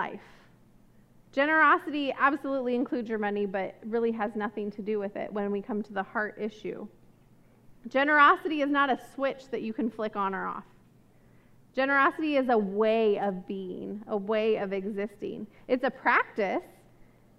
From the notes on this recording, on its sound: This message was recorded at a Sunday service on October 9, 2022